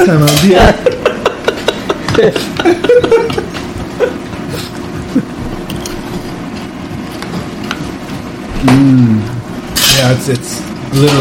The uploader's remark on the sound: This is brought live and direct from the Chef's table. You will have to forgive the background sounds. Which catches some distortions from the back up mic.